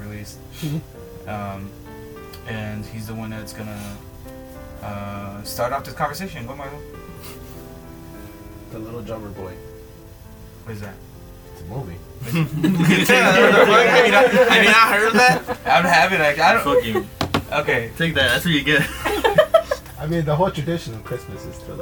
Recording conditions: background noise